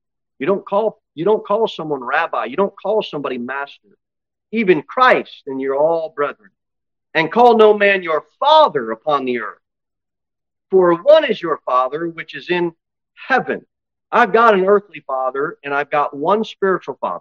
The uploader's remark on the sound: Sermon delivered at Pilgrim Baptist Church on Sunday, July 23, 2023, at 11-15 am. Jere Whitson Rd. Cookeville, TN 38501.